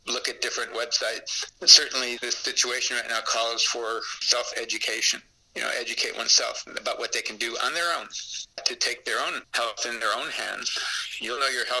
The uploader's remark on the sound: I’m using the high tech method of recording this phone call on my handheld zoom recorder as you speak on What’s App from India.